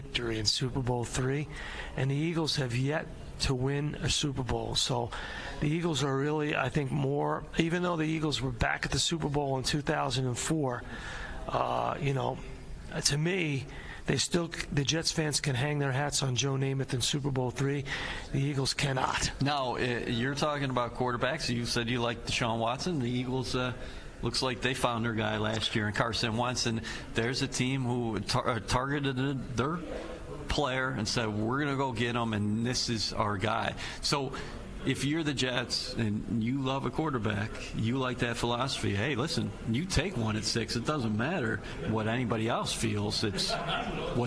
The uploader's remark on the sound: Live at the League Meetings